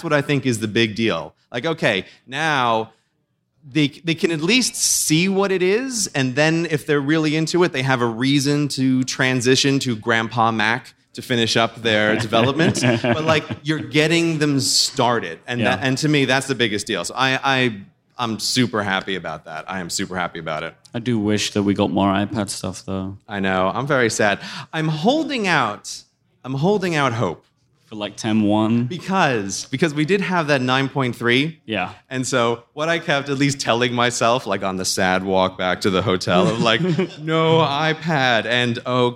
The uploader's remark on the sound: The Relay FM family comes together in San Francisco to discuss the WWDC announcements in front of a live audience.